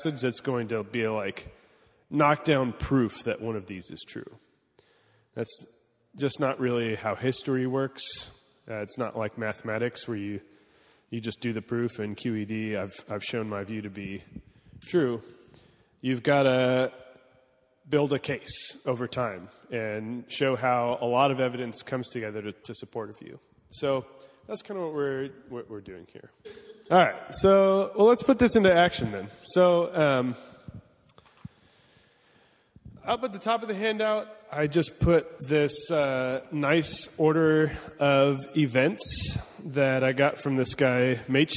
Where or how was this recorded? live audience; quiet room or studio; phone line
live audience